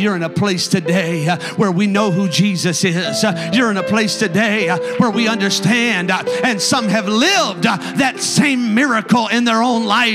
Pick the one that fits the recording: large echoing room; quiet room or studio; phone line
large echoing room